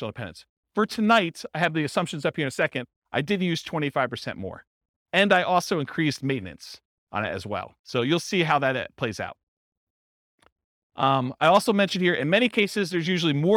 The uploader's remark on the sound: This was a live class recorded